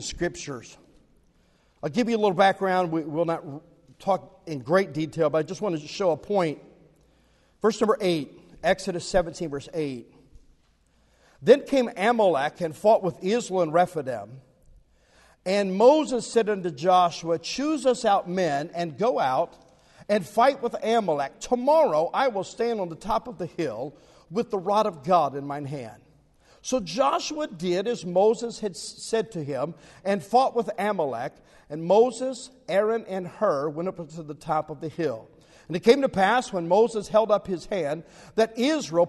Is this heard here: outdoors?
no